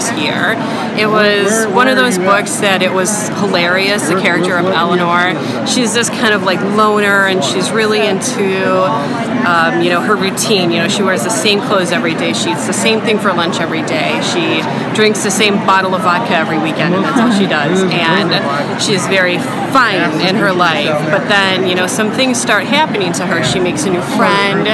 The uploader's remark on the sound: While at the 2017 Texas Library Association Conference. Her adventures on the TLA floor.